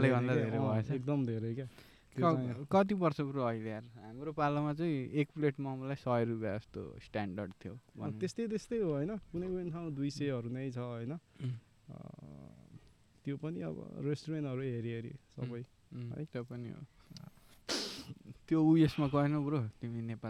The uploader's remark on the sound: This is the first episode of the podcast where we shot outdoors